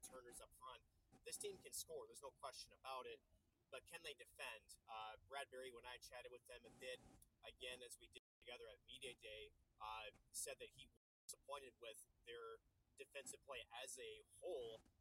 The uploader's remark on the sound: we are LIVE from the beautiful Maryville University Hockey Center